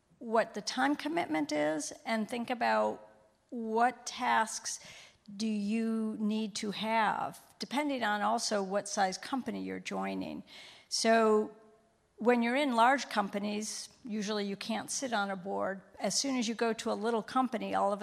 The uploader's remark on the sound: In this session recorded at CMO Summit 2022